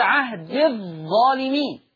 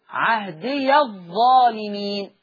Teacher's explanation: ورش يقرأ وصلا بفتح الياء · Shown in: second take · يعني وحفص بيحذف الياء في الوصل، ورش يفتح الياء عهدي الظالمين، قال لا ينال عهدي الظالمين في الآية 124.